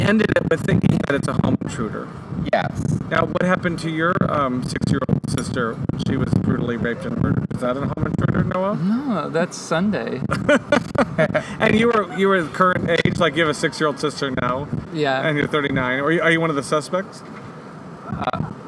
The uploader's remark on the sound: Beautiful night here in Chicago! Apologies for the wind.